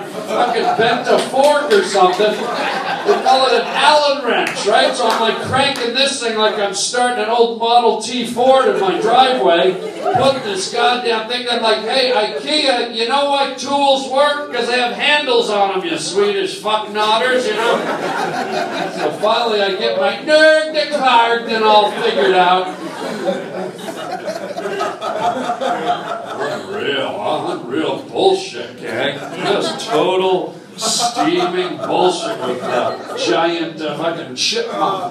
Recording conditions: live audience